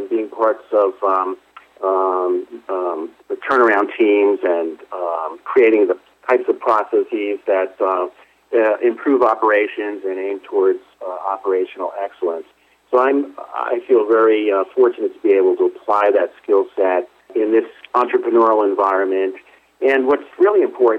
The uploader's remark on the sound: called in to SmallCapVoice